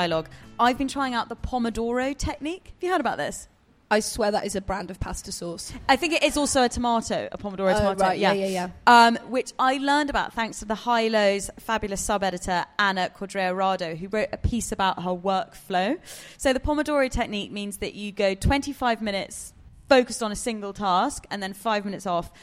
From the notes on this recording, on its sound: We’re live from Pandora jewellery’s flagship store in London